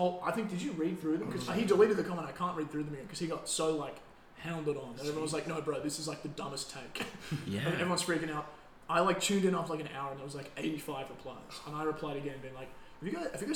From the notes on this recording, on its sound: horrific mic positioning